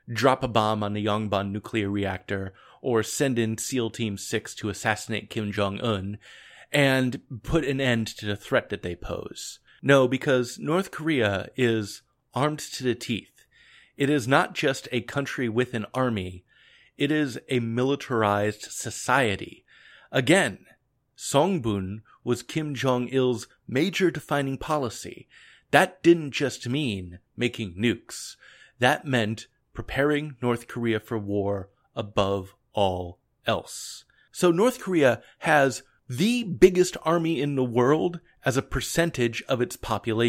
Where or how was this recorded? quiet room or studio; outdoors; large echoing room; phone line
quiet room or studio